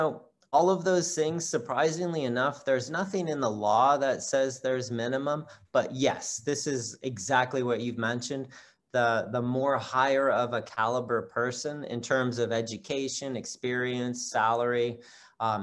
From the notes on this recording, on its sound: For those joining us on Zoom.